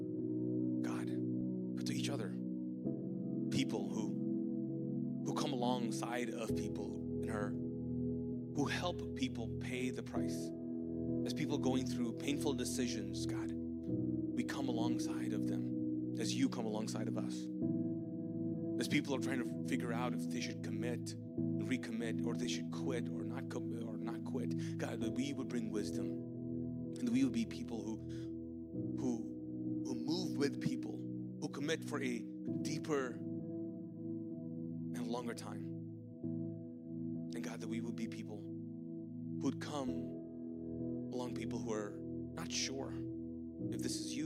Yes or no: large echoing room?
yes